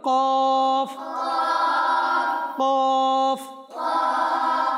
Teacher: জিহ্বার গোড়া তালুর নরম অংশ থেকে উচ্চারিত হয়